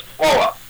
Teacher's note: The R is, it's sort of between a roll, like a Spanish R, and a more guttural R, so it's Frohe.